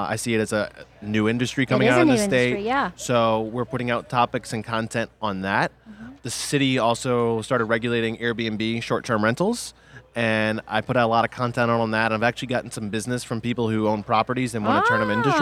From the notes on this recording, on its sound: recorded at the 2017 Clio Cloud Conference